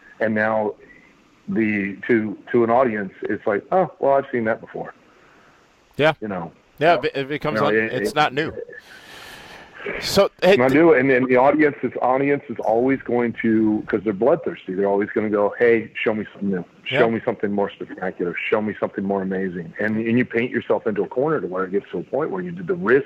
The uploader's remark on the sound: we take your LIVE phone calls!